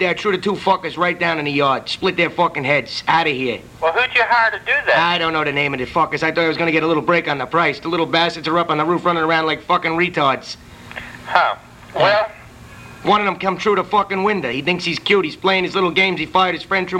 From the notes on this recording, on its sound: Prank Phone Calls